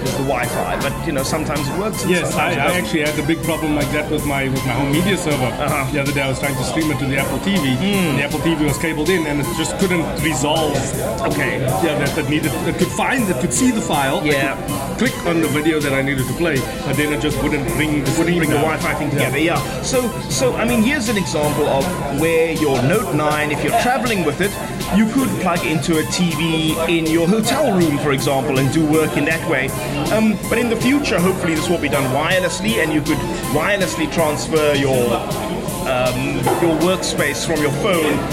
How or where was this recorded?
busy venue